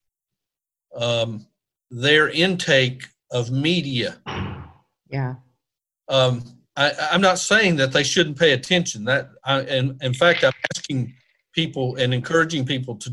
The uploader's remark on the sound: This is the first interview Beyond Well is conducting by Zoom due to quarantine. Please be patient as we work to improve our sound!